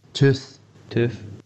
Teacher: In the younger boy, you can hear how he definitely has a Glaswegian u, but he's also got this f at the end